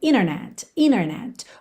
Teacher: quando a gente tem NT, a gente pode omitir o T e ligar no N.